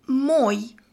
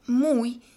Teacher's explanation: After nasal consonants, them being m and n in Slovene, the sound o turns into u. · Shown in: second take